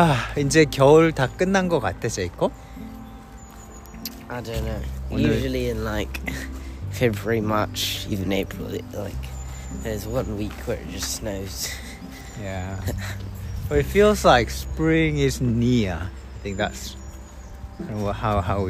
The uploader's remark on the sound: We are outside litter-picking 산책하며 쓰레기 줍기를 해요.